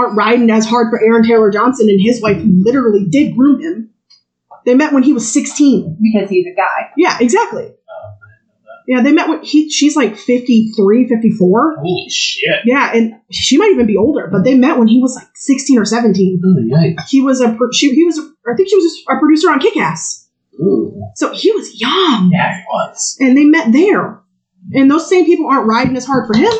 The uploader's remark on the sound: I'm aware that the audio sounds bad. You will ironically find out why pretty early in the episode.